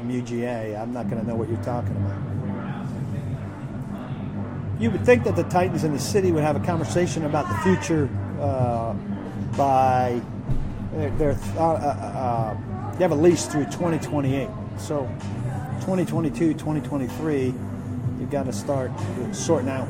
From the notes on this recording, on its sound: live from the DawgHouse Saloon in Nashville